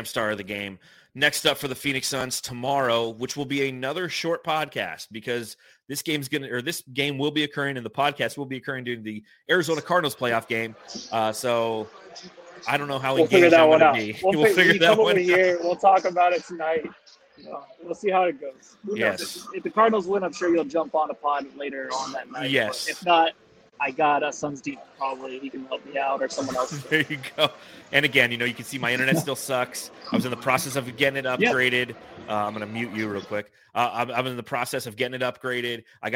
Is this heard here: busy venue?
yes